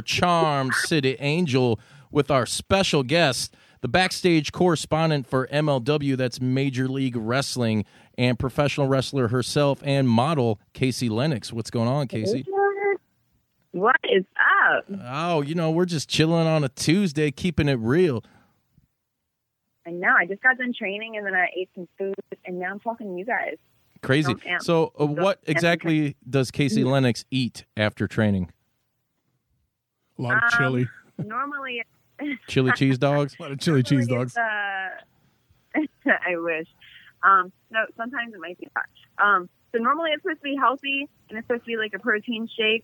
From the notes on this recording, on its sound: Another phone interview knocked out of the park.